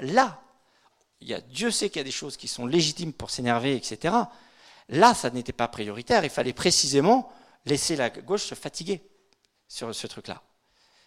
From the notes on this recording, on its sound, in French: Conférence donnée lors de l'université d'été 2018 d'Academia Christiana